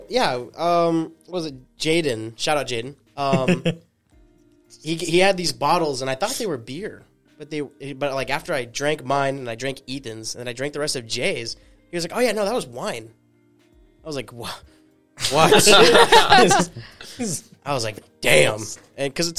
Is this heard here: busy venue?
no